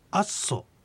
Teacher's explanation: この R の音と S の音がくっついてアッソっていうような音になります